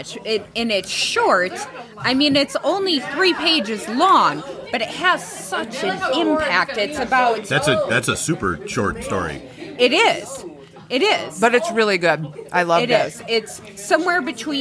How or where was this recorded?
busy venue